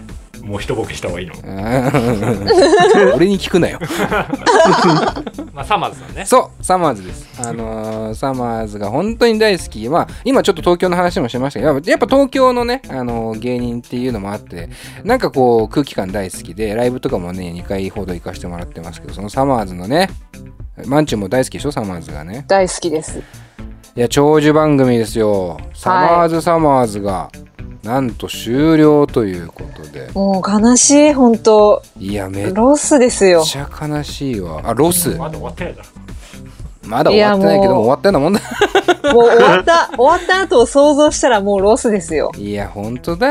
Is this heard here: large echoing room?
no